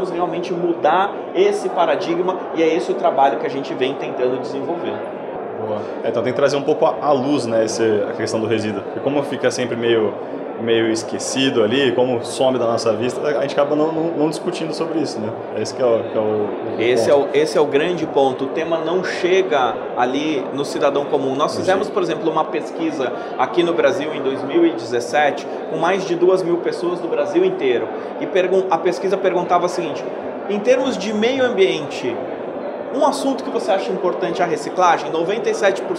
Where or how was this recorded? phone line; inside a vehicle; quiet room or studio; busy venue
busy venue